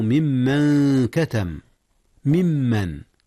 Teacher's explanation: ممن أصله من من، أدغم النون في الميم. · Term: إدغام متماثلين